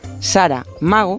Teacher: Les pasa lo que a este concursante, que pronuncia con dos acentos independientes lo que solo lleva uno